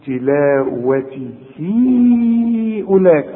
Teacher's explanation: علشان المد ده بعده همزة وكل مد بعده همزة بنمد أربع حركات وده اسمه مد المنفصل المد الأول تمده حركتين ده تمده أربعة